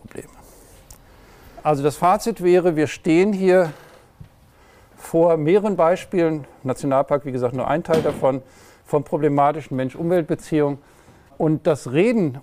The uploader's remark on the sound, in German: Der Vortrag wurde gehalten im Rahmen der Tagung 'Waldperspektiven'. Der Katholischen Akademie in Bayern auf Burg Rothenfels.